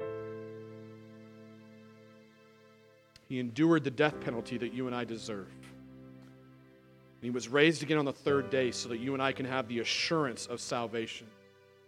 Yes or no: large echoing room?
yes